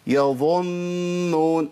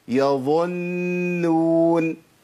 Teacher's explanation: احنا عندنا في خطا برضه منتشر قوي، هو عدم تخليص النون المشدده المرققه من الظاء · Shown in: second take · في قوله تعالى يظنون.